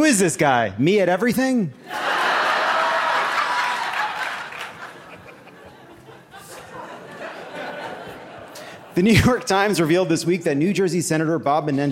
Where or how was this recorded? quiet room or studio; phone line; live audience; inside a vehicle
live audience